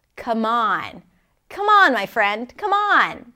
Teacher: And the stress is on the second part of the phrasal verb. Come on. Come on, my friend.